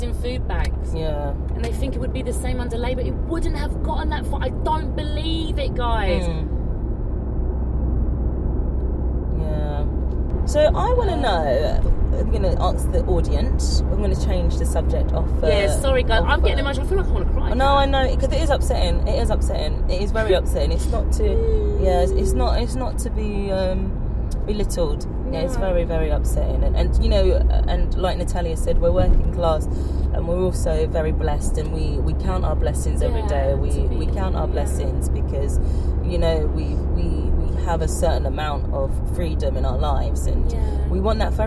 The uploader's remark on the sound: our conversations take place whilst driving in the car, and sadly this does end up reducing the quality of the audio as we hit the motorway